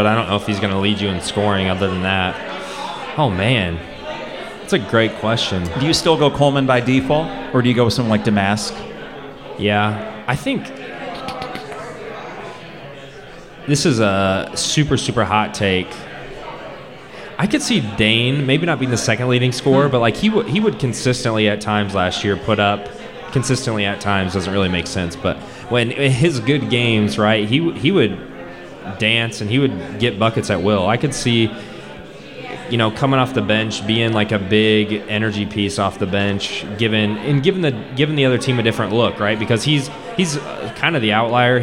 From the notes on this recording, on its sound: Live at Pour Bros. Podcast live from Pour Bros. In Downtown Champaign to kick off Homecoming weekend.